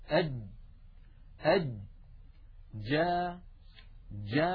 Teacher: هكذا الجيم العربية الفصيحة، أد أد جا جا. لما نقول جا يكون المخرج مقفولا تماما ثم ينفتح